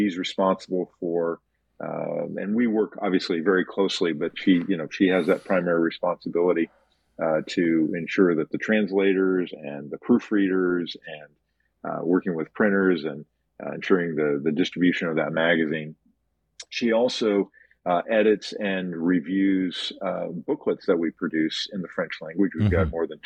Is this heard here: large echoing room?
no